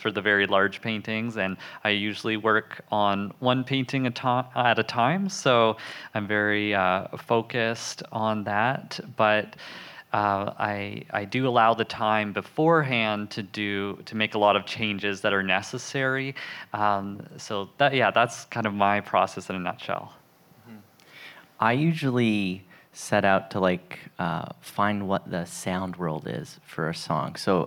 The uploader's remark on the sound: Live at Forefront Festival's A Night of Art. Live at Forefront Festival's A Night of Art.